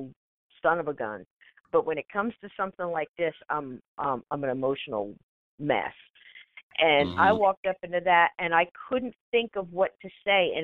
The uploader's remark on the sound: Hosted a live call in show.